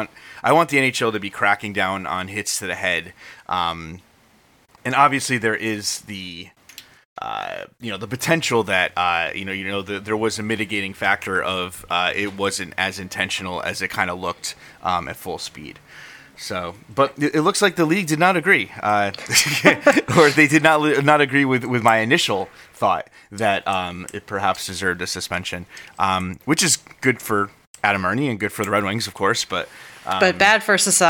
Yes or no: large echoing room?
no